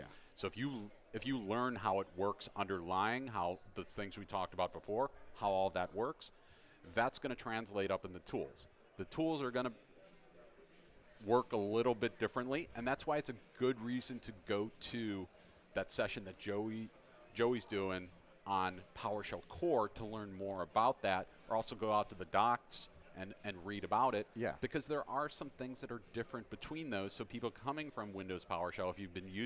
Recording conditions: busy venue